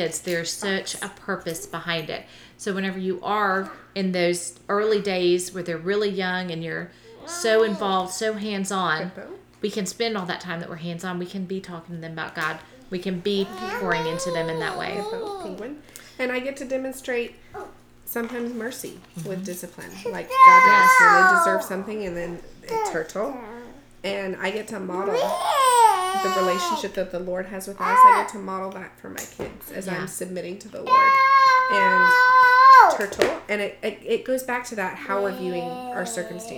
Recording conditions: sounds in the background